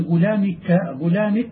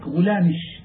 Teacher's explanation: يجعلون الكاف بين الشين والجيم · Shown in: second take